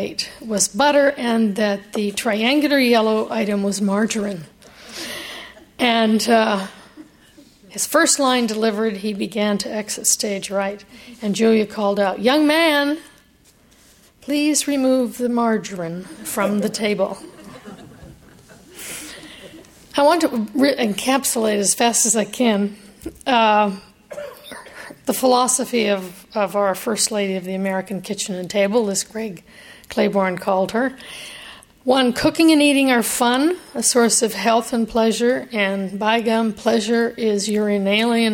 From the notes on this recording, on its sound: keynote address to the annual Dinner at the Library at UC San Diego